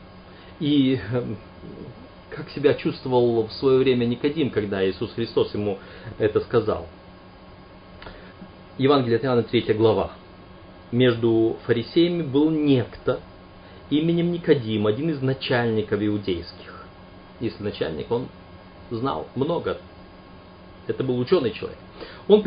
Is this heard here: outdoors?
no